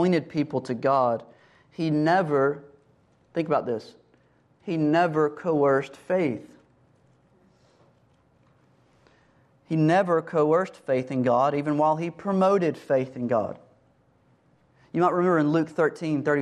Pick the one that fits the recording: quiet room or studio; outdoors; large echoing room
large echoing room